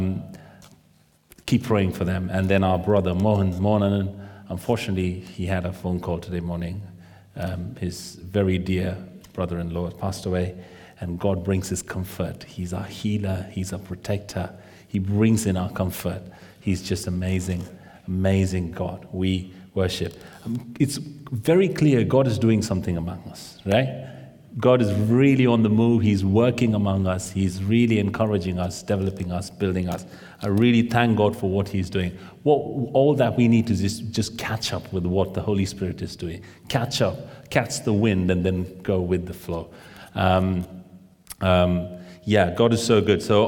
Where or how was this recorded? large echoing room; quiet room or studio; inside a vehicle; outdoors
large echoing room